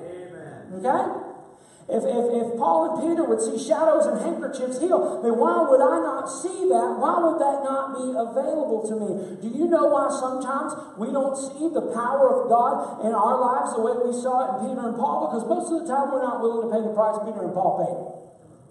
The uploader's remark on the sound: LOW SOUND QUALITY DUE TO TECHNICAL ISSUE